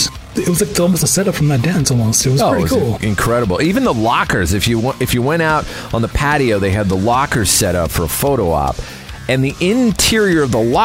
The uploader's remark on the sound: LIVE FROM MIDSUMMER SCREAM 2022